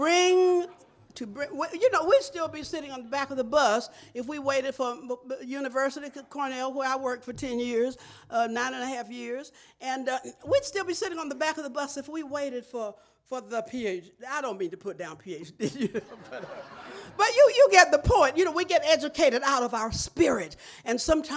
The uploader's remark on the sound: delivers the plenary address at the 2011 AASLH Annual meeting